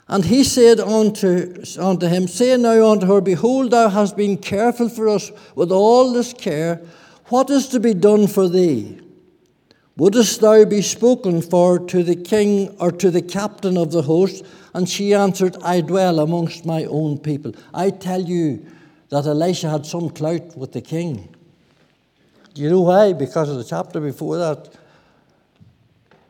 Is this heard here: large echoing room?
yes